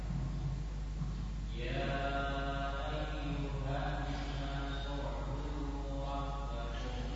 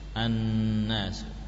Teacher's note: Tahan lebih lama di nun tasdid.